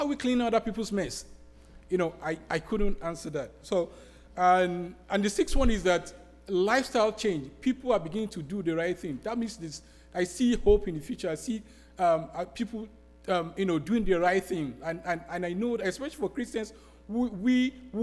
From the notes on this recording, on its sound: Sermon preached at RCHP on April 23, 2023.